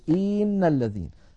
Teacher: الخطأ الذي يمكن أن يفعله الإنسان أن يمط كسرة الهمزة فيقول إن الذين.